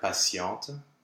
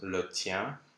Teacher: It's a good example of the T that turns into an S. · Shown in: first take